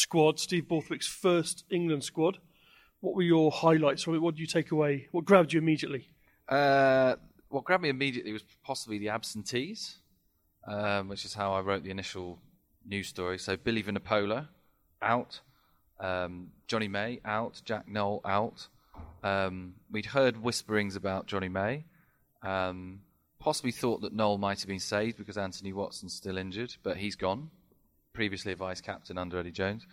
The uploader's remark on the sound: on location at Twickenham